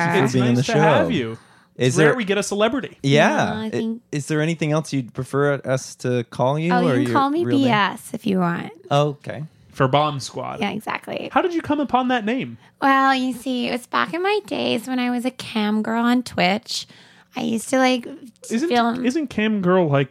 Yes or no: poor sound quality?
no